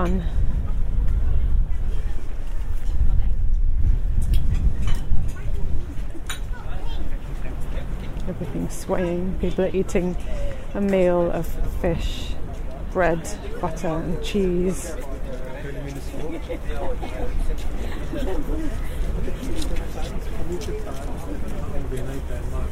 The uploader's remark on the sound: Copenhagen Havnebadet. This podcast is recorded in 3D sound! Join her out and about as she captures those small, magical moments of everyday life, in sound.